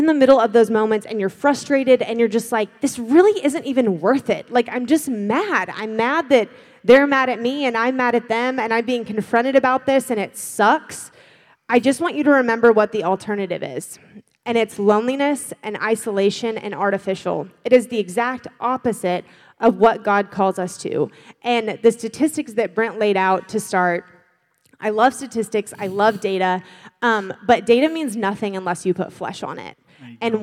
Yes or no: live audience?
yes